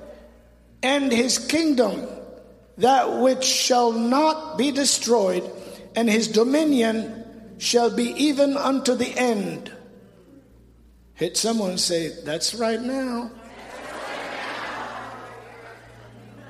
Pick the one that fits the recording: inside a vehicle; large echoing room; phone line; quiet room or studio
large echoing room